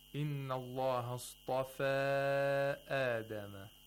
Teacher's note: he lengthens the Maddul Munfasils to four vowel counts, not to two vowel counts. He does not apply qasr.